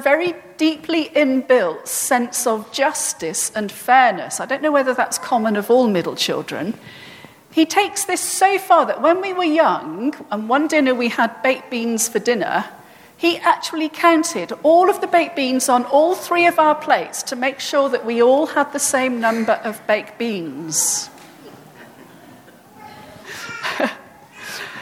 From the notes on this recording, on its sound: at All Saints' Church, Isleworth on 24th June 2018